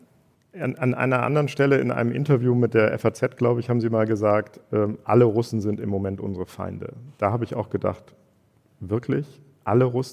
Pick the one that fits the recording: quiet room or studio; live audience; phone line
live audience